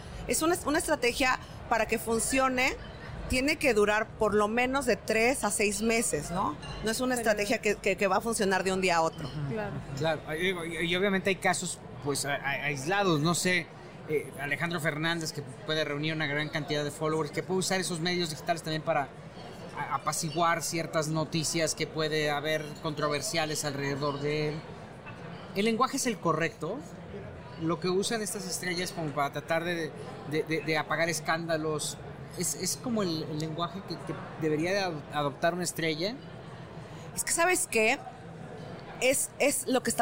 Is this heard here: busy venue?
yes